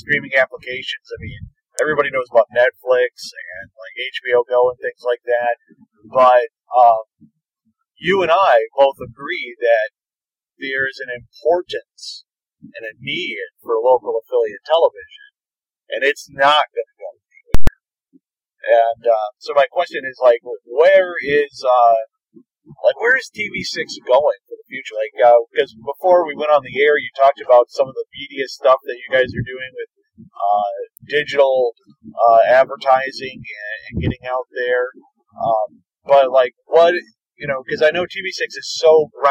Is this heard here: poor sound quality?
yes